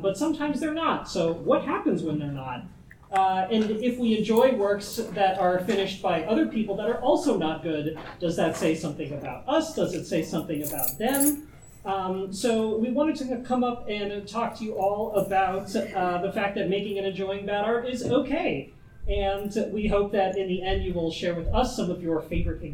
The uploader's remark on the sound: Tucson Comic Con 2023. Recorded live at Tucson Comic-Con on Saturday afternoon.